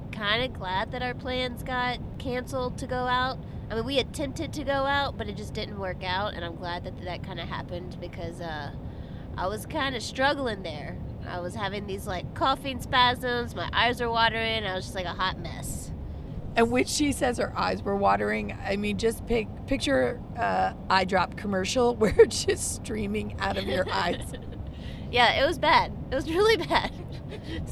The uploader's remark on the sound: Live from the road